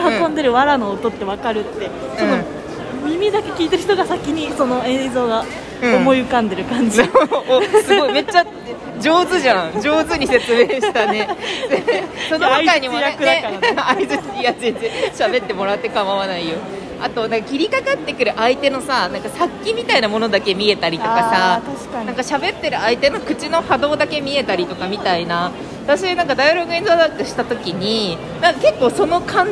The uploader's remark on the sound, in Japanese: 横浜ブルク13から野毛に歩きながら話しています。